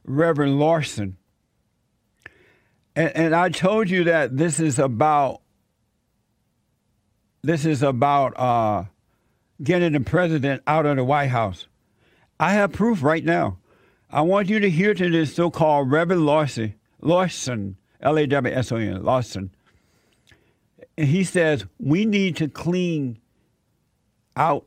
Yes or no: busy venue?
no